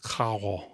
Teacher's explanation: in some Caribbean varieties of Spanish, it might sound more aspirated